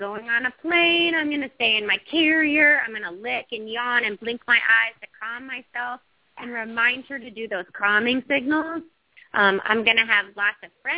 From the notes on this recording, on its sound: open up the lines for listeners to call